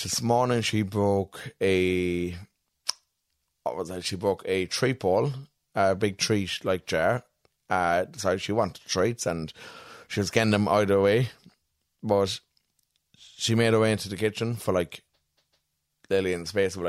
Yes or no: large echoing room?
no